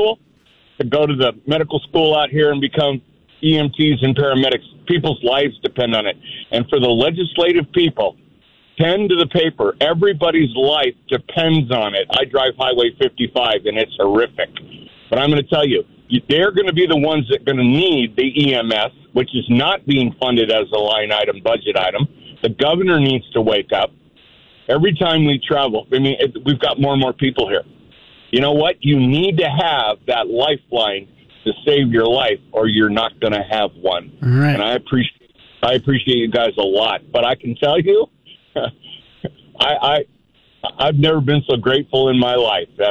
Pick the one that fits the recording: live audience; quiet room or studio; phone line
phone line